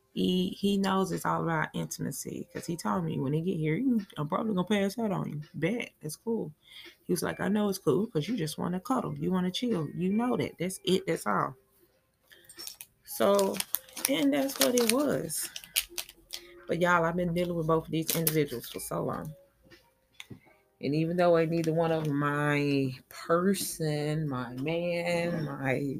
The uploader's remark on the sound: Excuse the background noise & dolla sto lighter lmao